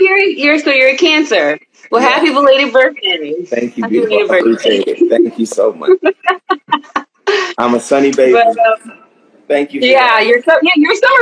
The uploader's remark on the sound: special Instagram Live #WFH edition